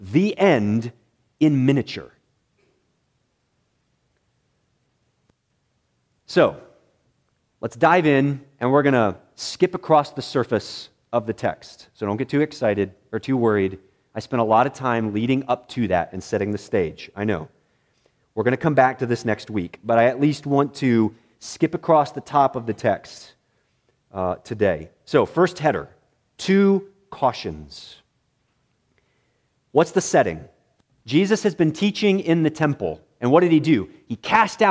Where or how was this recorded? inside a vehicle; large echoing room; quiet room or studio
large echoing room